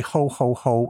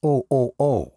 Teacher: But they don't pronounce the H · Shown in: second take · so it's more of a O, O, O.